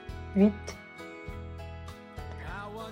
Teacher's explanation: 发这个“Yit”的时候呢，舌尖顶住下牙齿齿后跟。这个位置是不变的。先从“嗯，一，嗯，一，这，这是口型有变化，从圆形，然后变成裂开嘴“嗯，一，嗯，一”。但注意，发音时候不能发成分别的两个音，不能发成“嗯，一，一”，而是要快速地过渡到作为主体的元音上，就是“一”，“一”。而不是，wheat，wheat，wheat。再举例来说，比如说夜晚，lanuit，lanuit。还有七月份，日夜，厨房，lacuisine。等等这些，都是这个样，发音特点。那我们再来看一看 · Term: 半元音 · IPA: /ч/